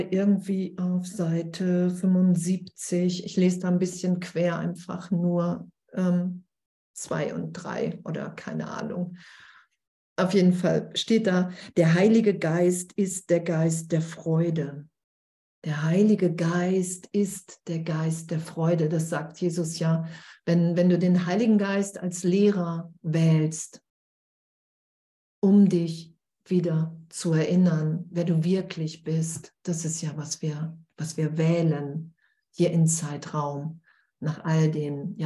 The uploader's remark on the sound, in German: Zoom-Session bei Aleph